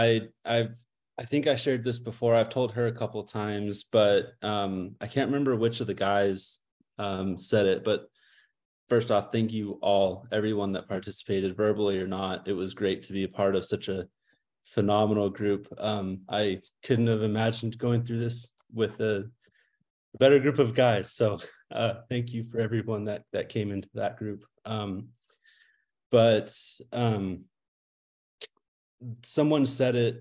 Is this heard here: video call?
yes